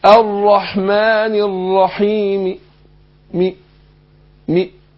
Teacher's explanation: الروم اللي هو الاتيان ببعض حركة الكسر